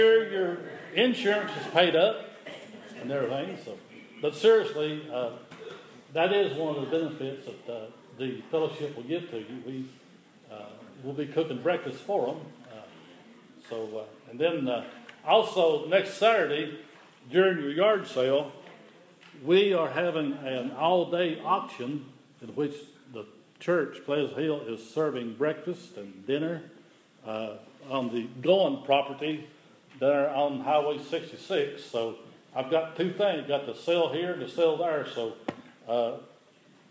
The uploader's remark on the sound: The following is an audio recording of the Sunday morning worship service at Persia United Methodist Church in Rogersville, TN.